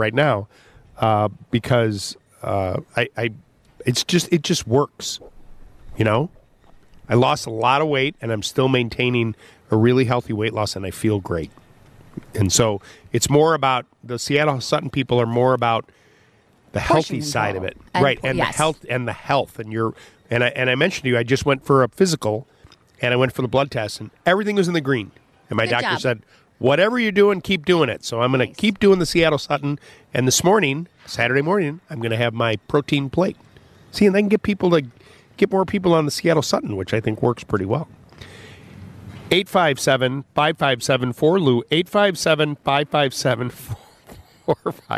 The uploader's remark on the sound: LIVE from the Chicago Auto Show. LIVE from the Chicago Auto Show.